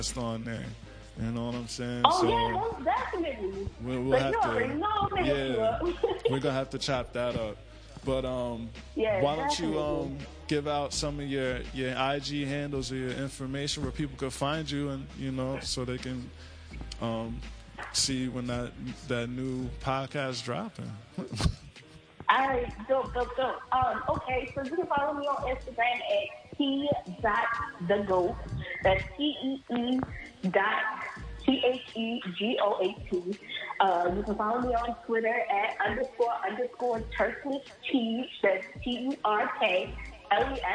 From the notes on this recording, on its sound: phoned